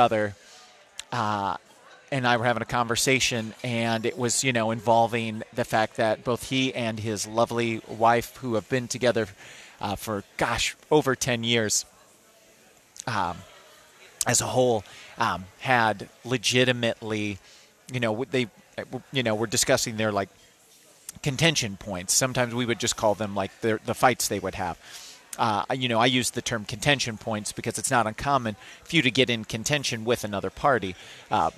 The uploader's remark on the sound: Live From Smokey Row!